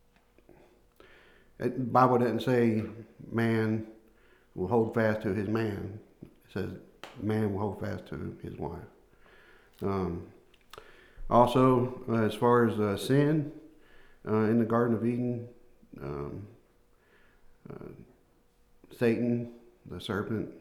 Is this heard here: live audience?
no